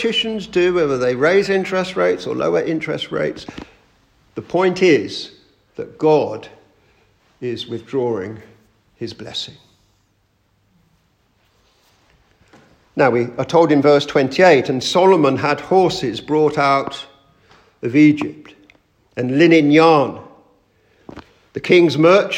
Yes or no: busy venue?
no